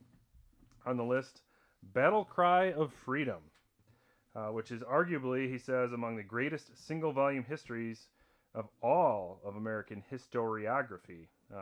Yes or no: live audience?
no